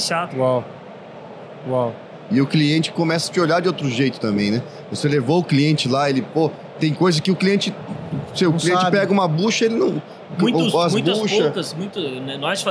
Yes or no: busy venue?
yes